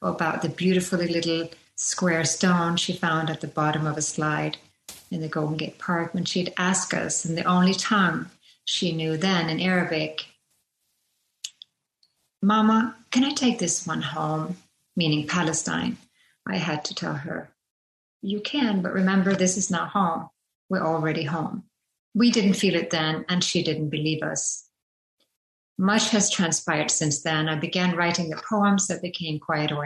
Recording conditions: video call